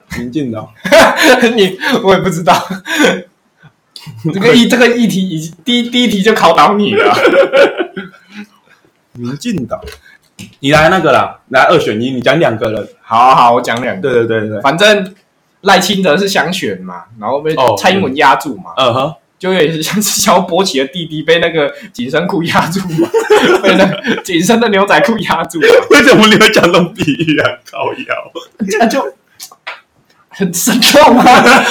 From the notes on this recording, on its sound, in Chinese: 雜貨店錄音品質。